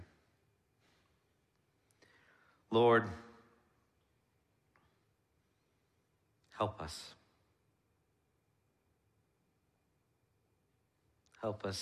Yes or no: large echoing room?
yes